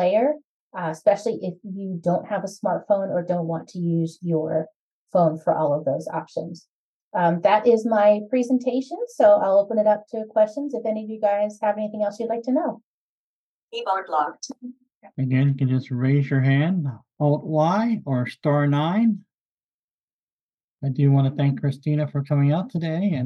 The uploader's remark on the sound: delighted to welcome two presenters to our inaugural Zoom